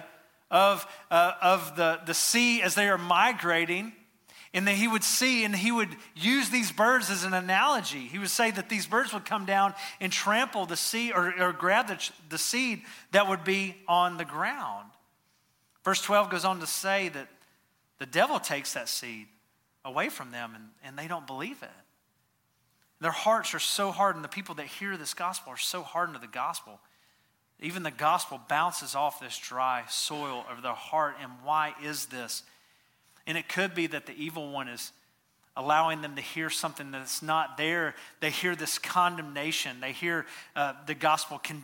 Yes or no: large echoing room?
yes